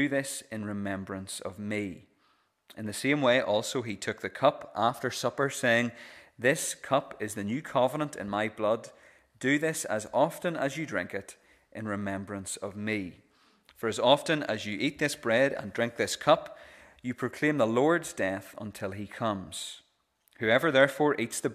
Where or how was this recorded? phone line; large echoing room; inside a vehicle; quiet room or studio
large echoing room